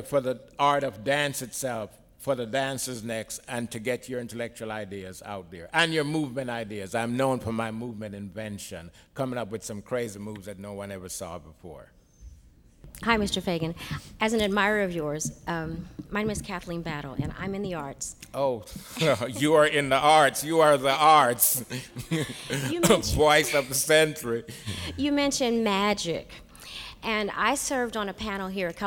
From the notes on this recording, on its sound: Recorded at the Academy of Achievement's 2001 Summit in San Antonio, Texas. He tells the Academy's student delegates.